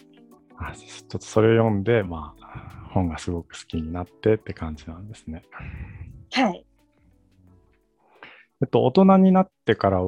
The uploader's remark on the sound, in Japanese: 収録の環境により、少しノイズが入っています。